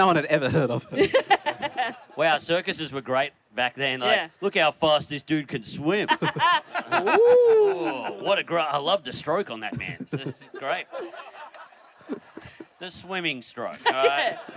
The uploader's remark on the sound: This week's episode of Do Go On was recorded live on a beach at the Koh Samui International Podcast Festival. We were also joined on stage by two of our funniest friends.